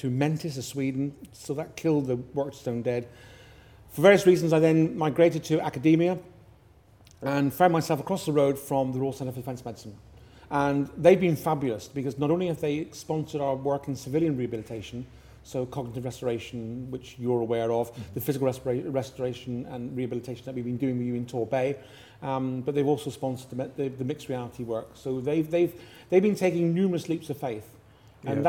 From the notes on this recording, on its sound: at the Medifest Plymouth Conference